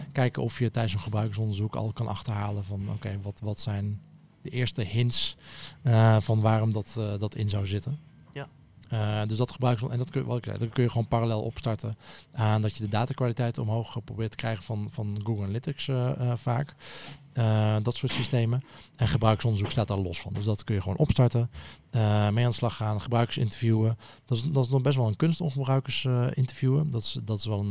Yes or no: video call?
no